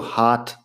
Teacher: Yo digo hot es como una A en inglés americano